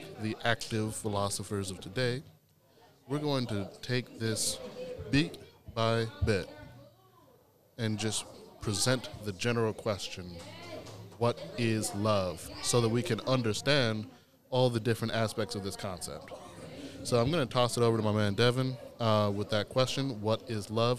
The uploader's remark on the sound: Recorded during the June Teen Vibe Camp.